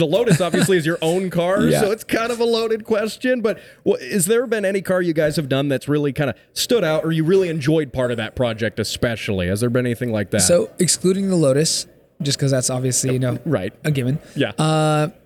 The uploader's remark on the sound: SEMA 2023 Was Wild! LIVE from Vegas.